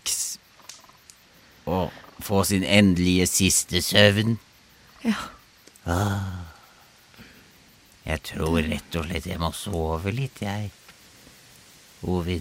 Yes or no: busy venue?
no